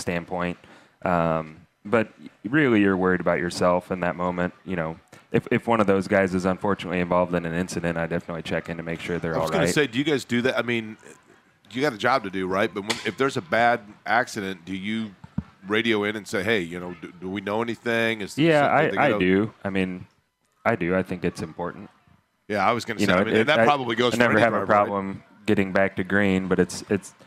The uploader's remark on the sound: LIVE AT CARB DAY